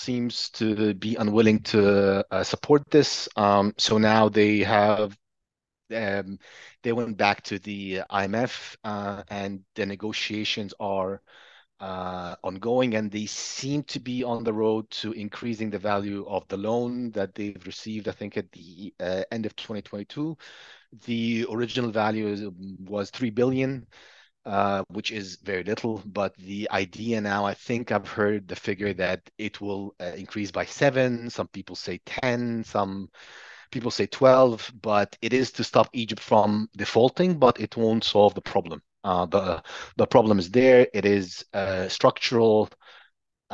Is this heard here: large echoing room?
no